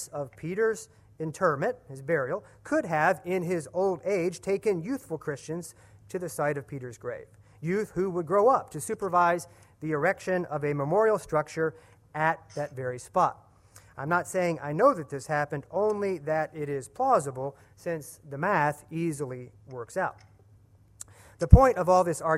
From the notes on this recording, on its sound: at the 2015 Center for Ancient Christian Studies Martyrdom in the Early Church conference